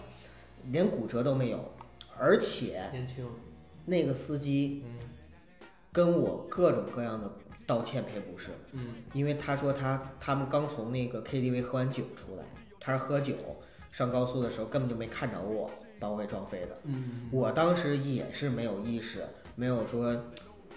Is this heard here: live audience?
no